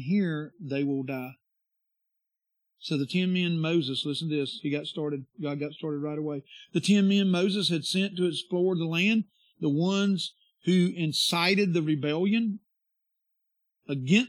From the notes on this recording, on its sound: This is the sermon from our worship service on Sunday 9/4/22